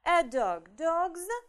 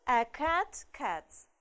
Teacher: после звонкой – звонко, «з», после глухой – глухо – «с»